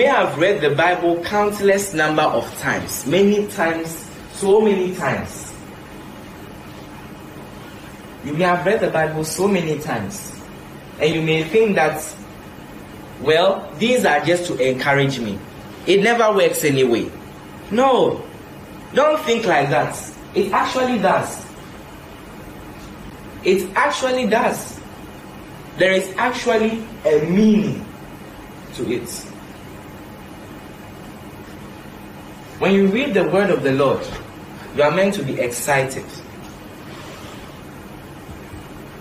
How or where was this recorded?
large echoing room